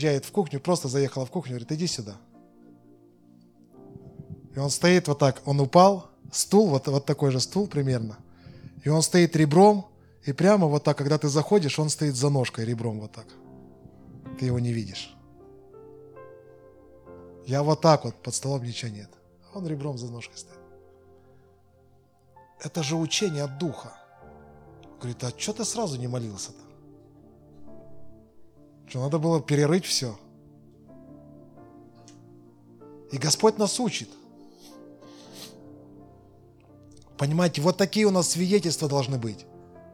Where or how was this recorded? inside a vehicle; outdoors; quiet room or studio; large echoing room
large echoing room